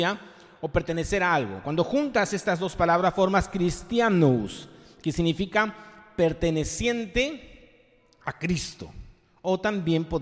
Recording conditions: live audience